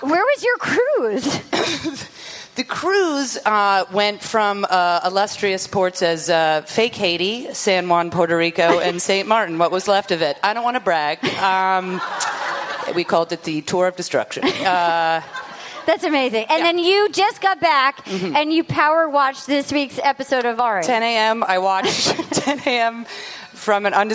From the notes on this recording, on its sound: The gang's all in San Fransisco live from Cobb's Comedy Club at San Fransisco Sketchfest!